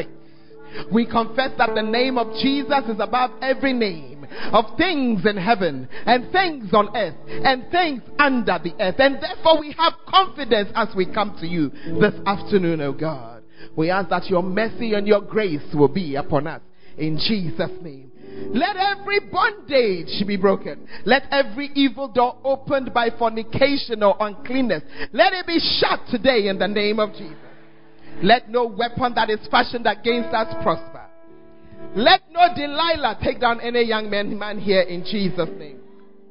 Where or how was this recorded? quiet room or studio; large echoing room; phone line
large echoing room